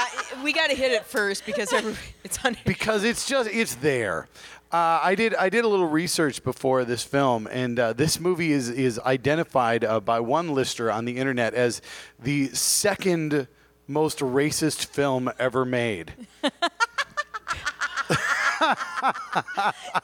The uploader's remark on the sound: We actually got to watch this week’s movie in a movie theatre! Pepitos Parkway Theatre was kind enough to host a live recording of our podcast. A small but vocal group joined us.